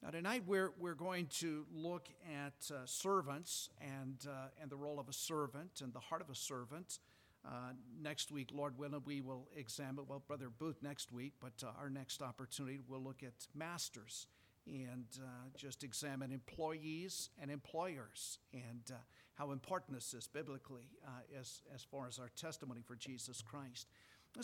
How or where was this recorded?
large echoing room